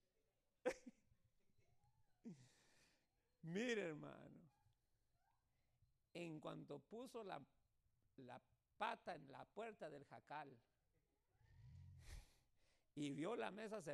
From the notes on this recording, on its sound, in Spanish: Este mensaje fue grabado en vivo en la Iglesia Monte Sinai Upland.